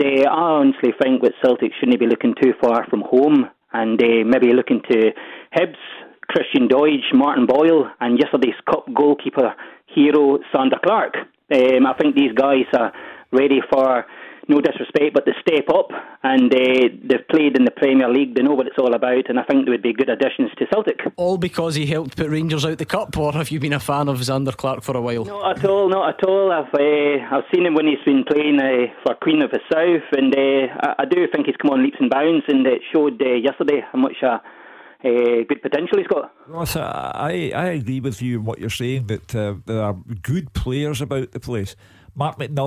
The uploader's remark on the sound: joins us on the phone.